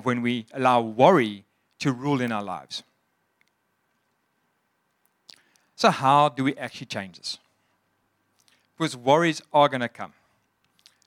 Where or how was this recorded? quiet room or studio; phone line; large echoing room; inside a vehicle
large echoing room